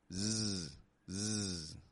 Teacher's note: My throat vibrates a little bit when I pronounce that. · when we pronounce a Z, z, z, we're holding that same s kind of position, but we're adding a little bit of voice.